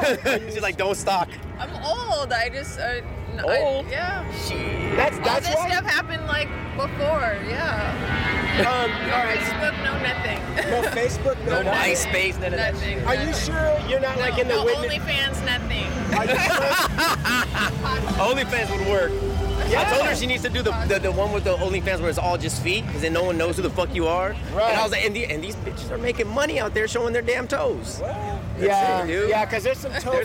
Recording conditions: outdoors